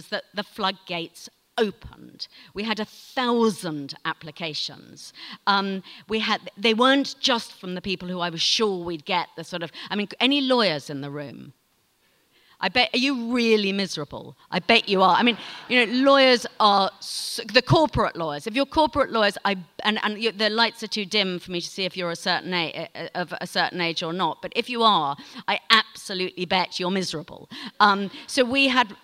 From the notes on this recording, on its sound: She tells the audience at 5x15.